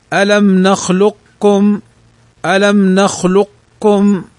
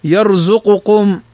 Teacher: أن نخلقكم القاف ساكنة والكاف متحركة فأدغمت، وأما يرزقكم القاف متحركة والكاف متحركة فأظهرت · Term: إدغام